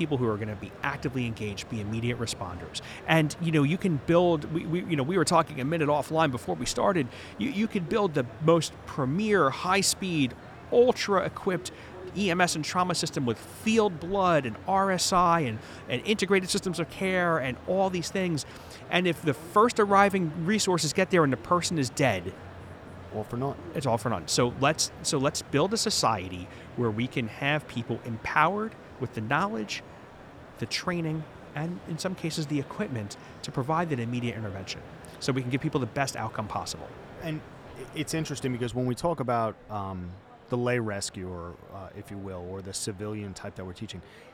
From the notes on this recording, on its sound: Live From Expo 2022. We are releasing never-before heard episodes from EMS World Expo 2022 in Orlando.